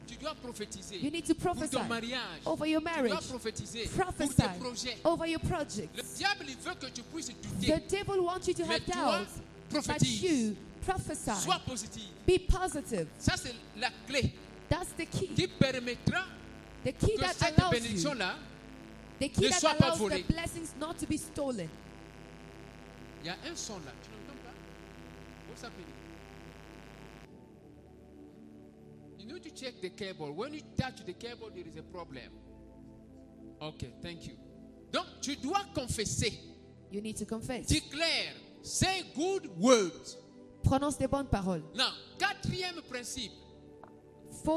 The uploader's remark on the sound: Sunday Live Service